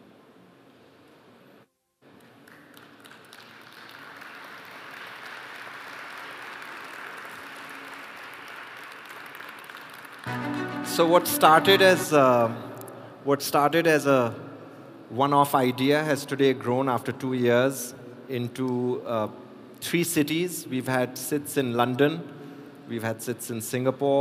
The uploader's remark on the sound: A keynote speech from the World Urban Park Congress 2022.